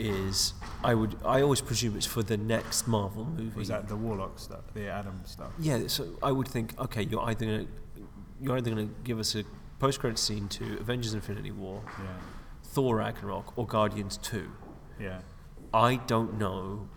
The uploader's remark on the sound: Recording at the McKee Story Seminar in London